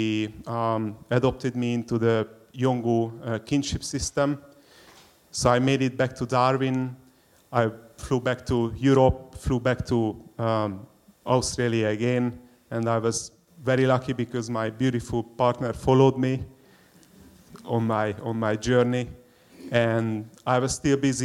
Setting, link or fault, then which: setting, live audience